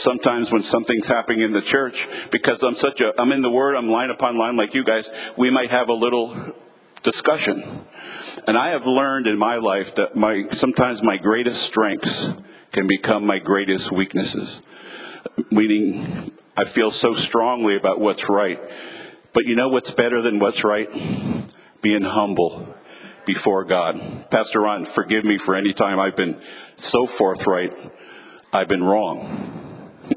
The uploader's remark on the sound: Team Building Breakout Session 3. 2023 Winter Leadership Conference. Every February, pastors and leaders from around the country gather together at our leadership conference. Here’s one of the recordings from our 2023 Leadership Conference.